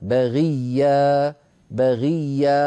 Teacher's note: الغين هنا مكسورة فالكسر يضعفها وهي حرف مستعل منفتح ليس مطبقا · Term: الحرف الاستعلاء المكسور